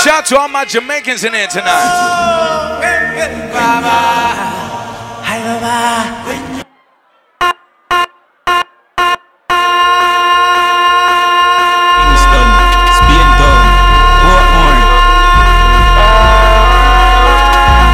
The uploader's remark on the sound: LIVE AT FUBAR MONTREAL JULY 2023